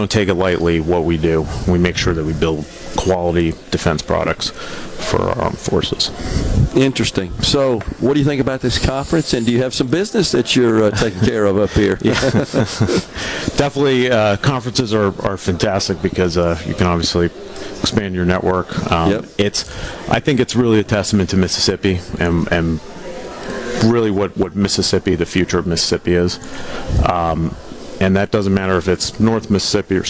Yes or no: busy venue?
yes